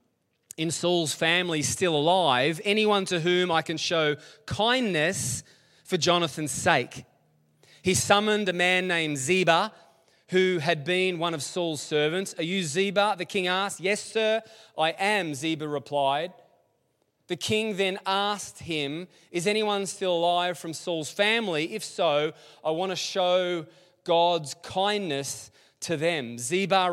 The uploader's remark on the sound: LIVE at Echo Church